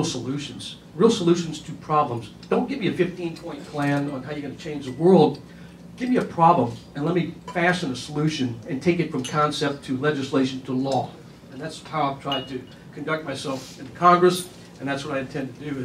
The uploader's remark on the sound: WASHINGTON, DC. The Ripon Society held a breakfast discussion.